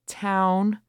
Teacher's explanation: you're using the ow diphthong, starting with a wide mouth and then closing it slightly